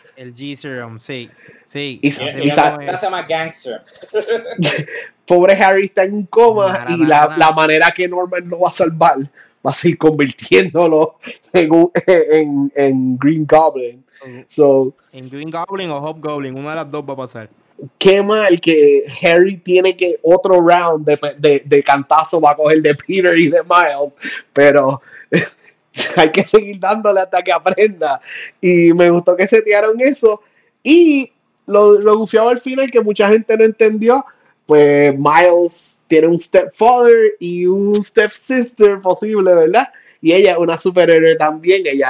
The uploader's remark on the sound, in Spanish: Disclaimer: Disculpen los audio issues en este episodio, para el proximo seran resueltos.